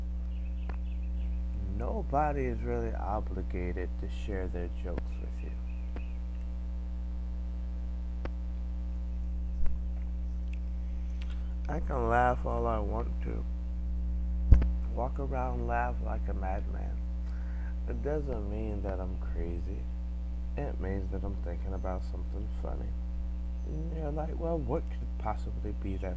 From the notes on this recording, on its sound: Sorry for the buzzing.